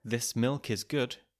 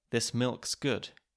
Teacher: the word is can be reduced to just an S · Shown in: second take · So we get, this milk's good, leaving us with a lovely cluster of ulksk.